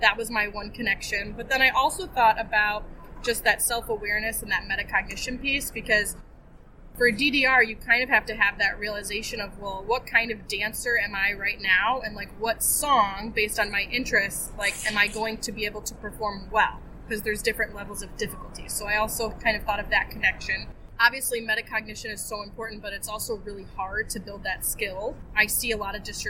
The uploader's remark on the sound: Our noisiest studio to date– the Exhibition Hall at one of our favorite Ed Tech Conferences for our first ever LIVE Pop Culture Pop Up.